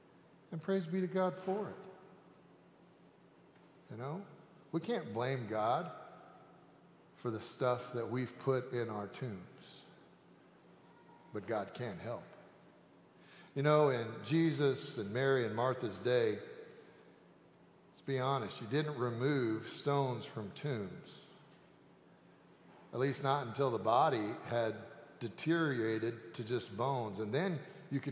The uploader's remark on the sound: Sanctuary Service.